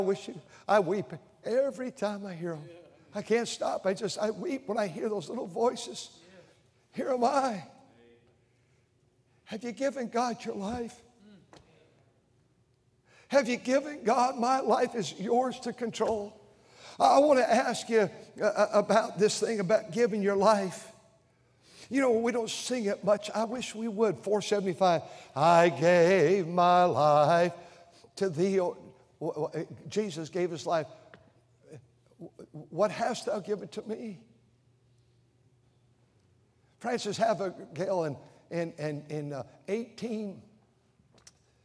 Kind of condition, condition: setting, large echoing room